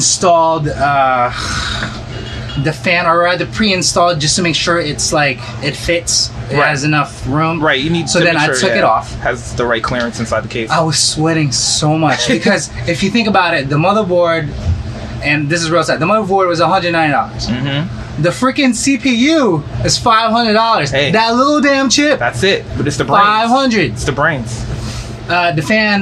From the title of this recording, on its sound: Live in Restaurant